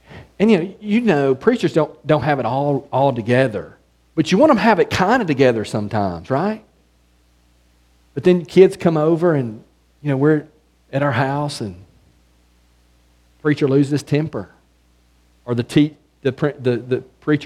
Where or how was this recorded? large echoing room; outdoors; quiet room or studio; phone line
large echoing room